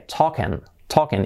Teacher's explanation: Y la I de talking es ahí, pues lo que hemos dicho antes, letra clave, la I como una E, talking, talking. Y la G casi no se pronuncia